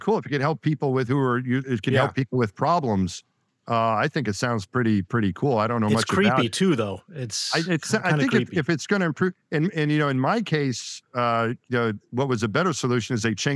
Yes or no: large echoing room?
no